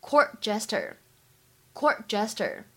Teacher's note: court jester 这两个单词出现在一起，有不完全失去爆破 · IPA: [kɔ:(r)t] ; ['dʒestə(r)]